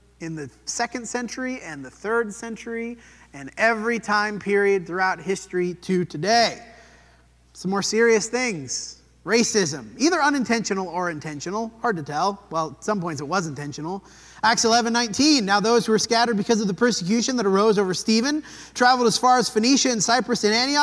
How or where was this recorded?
large echoing room